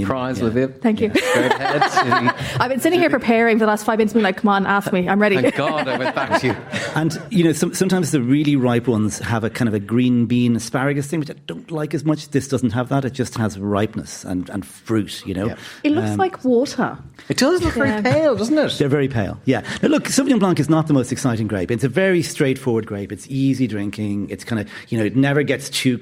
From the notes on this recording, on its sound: LIVE from Galmont Hotel Galway. LIVE from the Galmont Hotel, Galway.